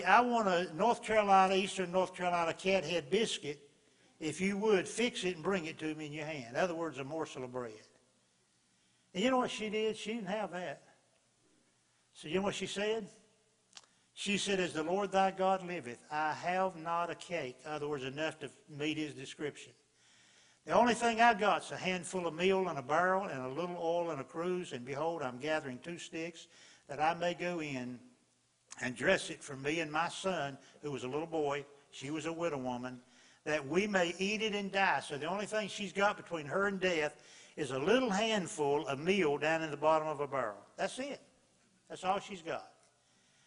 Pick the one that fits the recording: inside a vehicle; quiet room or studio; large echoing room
large echoing room